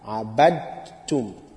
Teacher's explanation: Now because of this ta, the sound of dal will be hidden. Because of ta, the sound of dal will be mahdhuf, will be hidden.